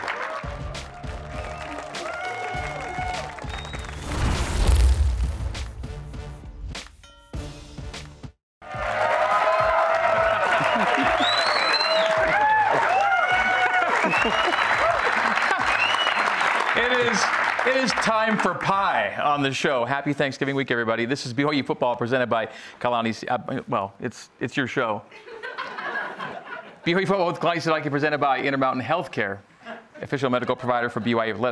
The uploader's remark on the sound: A live audience in Studio C.